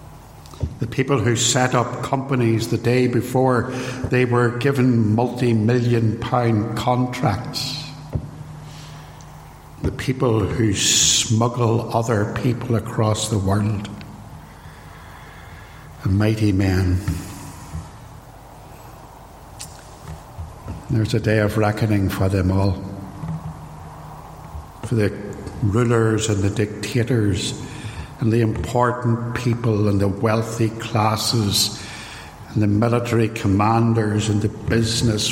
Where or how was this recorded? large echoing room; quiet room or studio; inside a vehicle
large echoing room